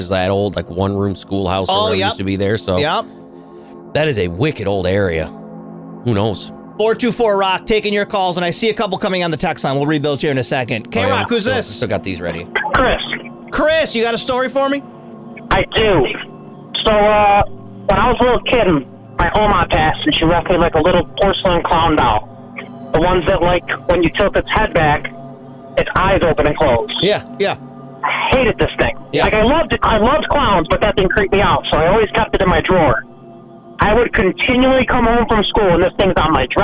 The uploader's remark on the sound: We open the phone for all your creepy, local calls